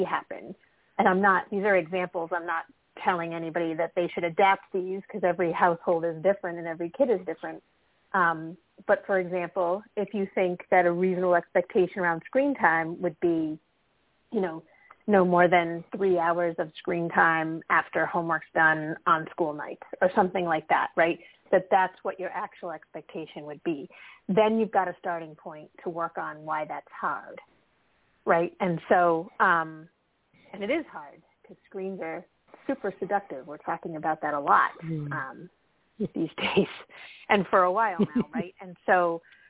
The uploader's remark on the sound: A mom who called.